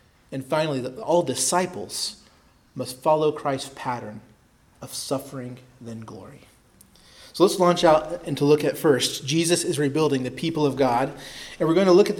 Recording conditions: large echoing room